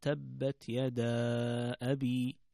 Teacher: هنا مد منفصل، والمد المنفصل يكون مقدار حركتين